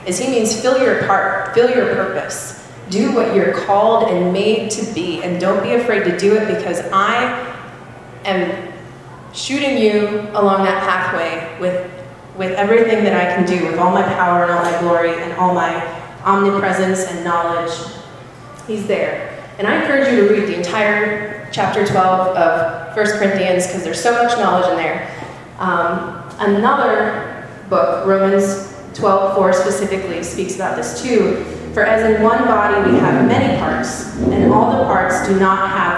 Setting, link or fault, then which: setting, busy venue